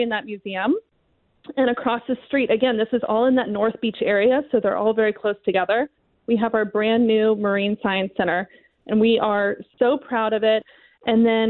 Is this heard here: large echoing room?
no